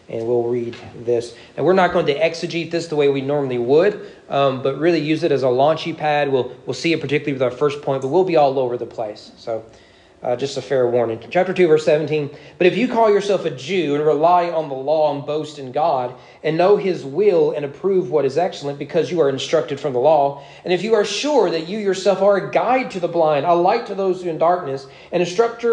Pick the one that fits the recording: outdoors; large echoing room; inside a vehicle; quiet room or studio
large echoing room